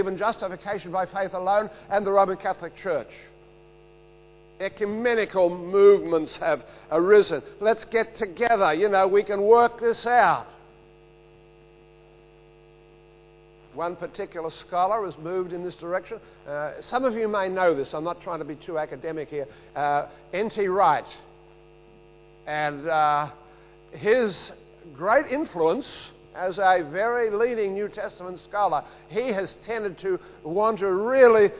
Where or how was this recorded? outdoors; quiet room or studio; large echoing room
large echoing room